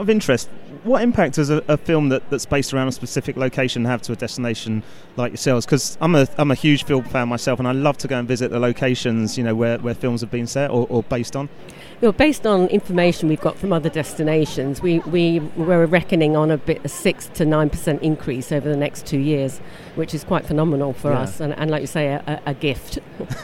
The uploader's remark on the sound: Show 57 was recorded at the 2017 World Travel Market at ExCeL